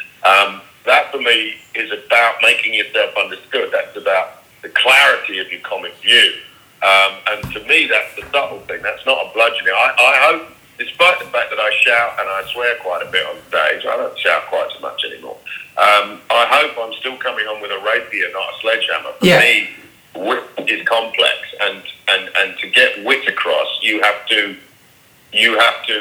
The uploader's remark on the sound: A brief phone conversation